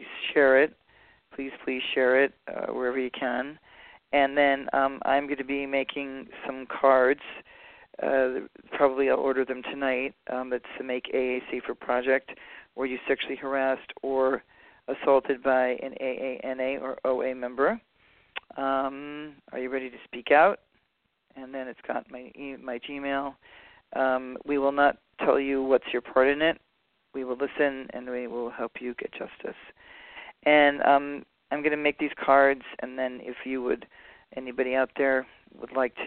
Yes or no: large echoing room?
no